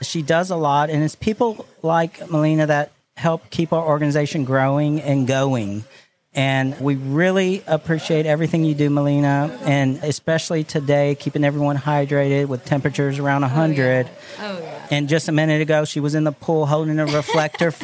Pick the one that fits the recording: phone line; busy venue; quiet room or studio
busy venue